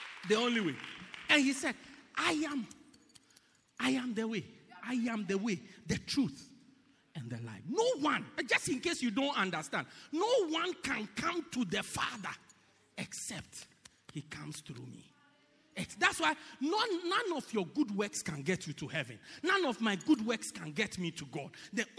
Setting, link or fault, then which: setting, large echoing room